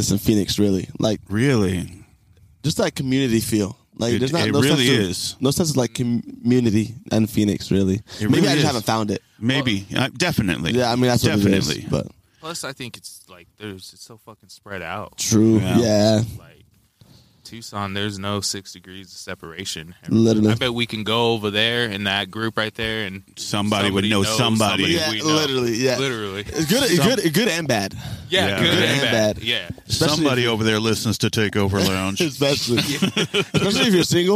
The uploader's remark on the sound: We Outside (Himmel Park Edition). Podcasting live at Himmel Park. Tucson.